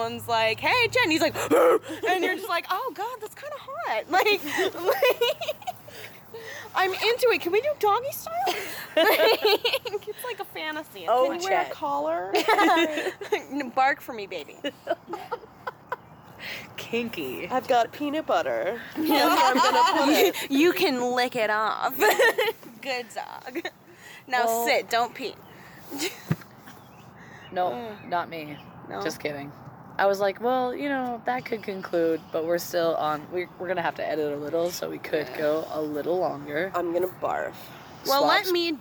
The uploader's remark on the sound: This episode was recorded outdoors.